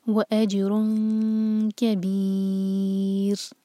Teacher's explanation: را کو ہم سکون کر کے رک رہے ہیں تو را باریک ہوگا کیونکہ اس سے پہلے ہے یا اور کسرہ.